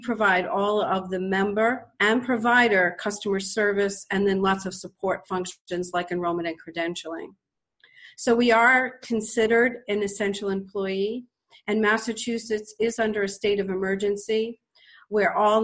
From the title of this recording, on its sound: BenchmarkPortal's Virtual Town Hall